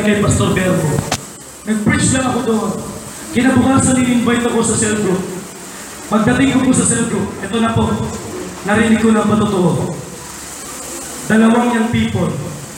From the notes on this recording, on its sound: Preached on a Pentecost Sunday celebration 2016.